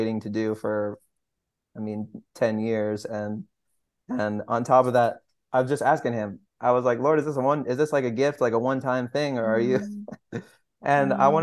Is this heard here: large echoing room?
no